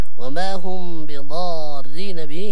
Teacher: وما هم بضارين به، هنا معنى مد لازم كلمي مثقل، لكن لا بد علينا أن نمده بمقدار 6 حركات. وكذلك نحافظ على الإخفاء بالنسبة للميم عند الباء